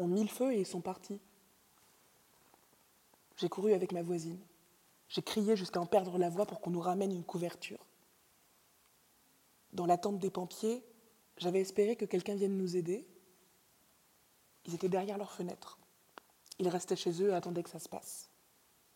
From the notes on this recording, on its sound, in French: Diffusion de la performance 'Le gouffre du léopard'. Enregistrée le samedi 10 octobre au Conservatoire Pierre Barbizet. Dans le cadre de la Biennale Manifesta 13, dans le programme central Traits d’union.s.